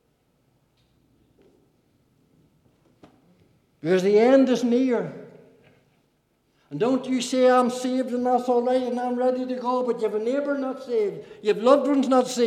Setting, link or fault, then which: setting, large echoing room